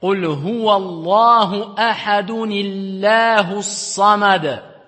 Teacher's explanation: C'est comme si on mettait une kasra dans le son du n. D'accord? Dans le tanwin. · On prononce le noun avec une lettre brève, kasra, afin d'éviter la rencontre de deux lettres surmontées d'une sukun.